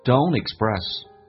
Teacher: 可以把 t 跟 d 去掉，用 n 跟后面的元音形成个连音